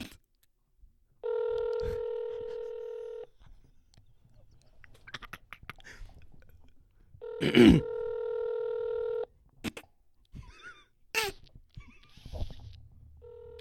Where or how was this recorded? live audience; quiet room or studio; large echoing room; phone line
phone line